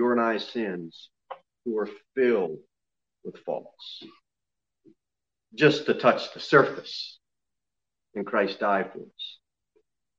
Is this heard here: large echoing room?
yes